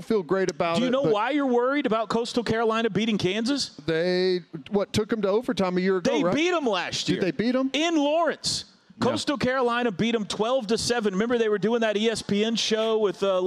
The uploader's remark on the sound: the Huddle Reloaded LIVE form Rudy's